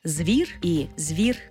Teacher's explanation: Наприклад, звір і звір, буква «і». Звук «і» пом'якшує попередній приголосний «в». В такому разі у нас може бути варіантна вимова слова «звір», де «з» твердий, «звір» і «звір», де «з» м'який.